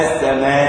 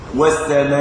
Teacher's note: هذا حرف الألف هوائي من الجوف يخرج هواء خارجا، فمخرجه من الجوف أسفل الحلق يصعد إلى خارج الفم · Term: الألف الساكنة